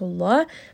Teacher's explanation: The name of Allah here is also heavy. The letter before it has Dhamma. So the name of Allah, the Lam here, is going to be heavy.